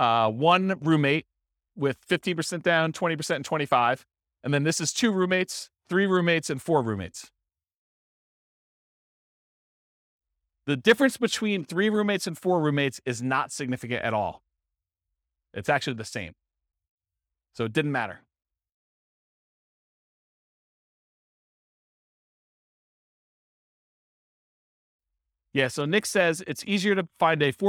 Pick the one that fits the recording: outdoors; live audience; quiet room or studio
live audience